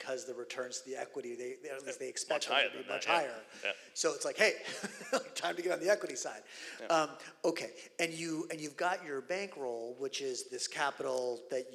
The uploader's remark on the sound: live, on the stage at Reconvene '23